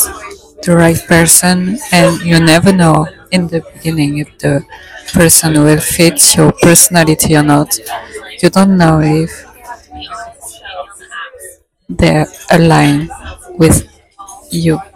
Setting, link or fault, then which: setting, outdoors